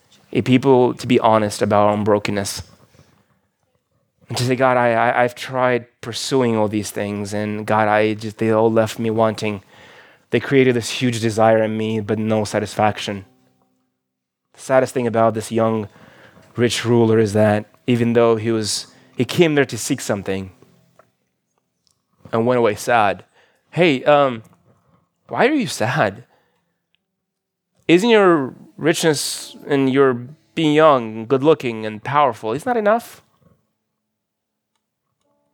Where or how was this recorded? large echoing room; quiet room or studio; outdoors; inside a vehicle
large echoing room